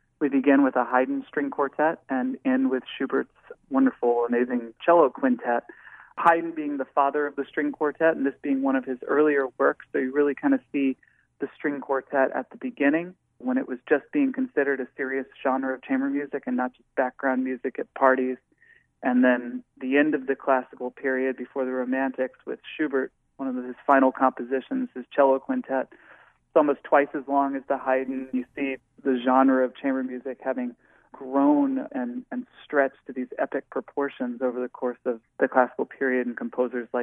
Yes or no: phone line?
yes